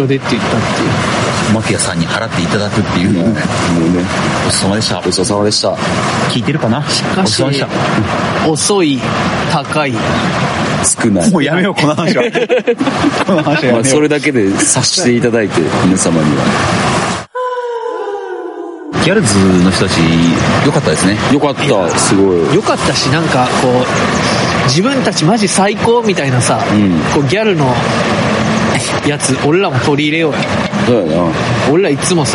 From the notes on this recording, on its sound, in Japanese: 鴨川で収録してみたところ、風が強くてノイズがあります。